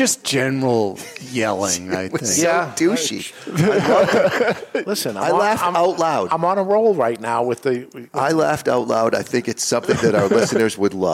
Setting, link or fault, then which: setting, live audience